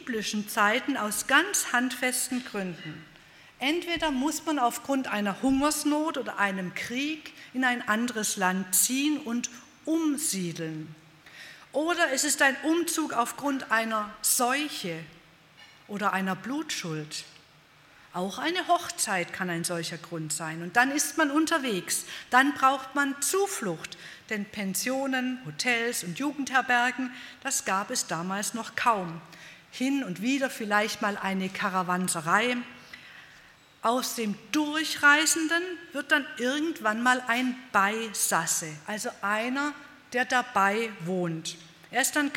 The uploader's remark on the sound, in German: bei einer Veranstaltung der Liebenzeller Mission